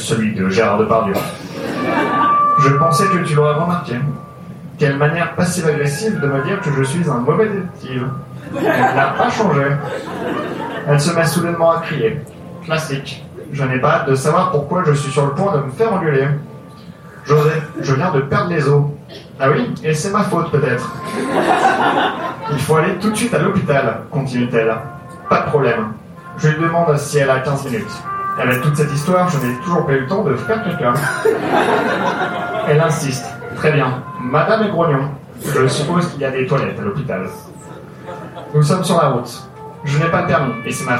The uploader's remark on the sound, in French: Enregistré en public et en direct au One More Joke.